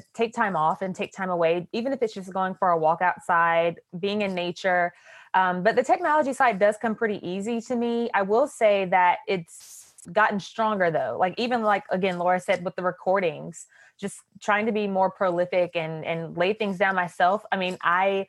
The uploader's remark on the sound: This podcast was recorded on December 3, 2020 as part of a live, Zoom event